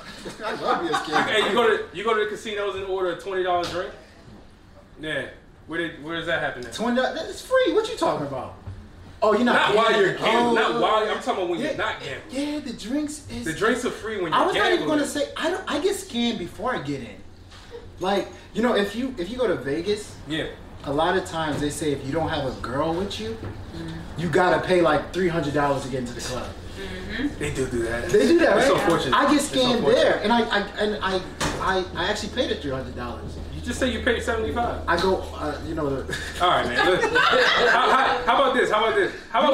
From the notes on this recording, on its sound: During the #CreatingInColor social mixer event in Washington, D.C. The #illadvisedwiseguys podcast had the pleasure of performing their FIRST EVER live show!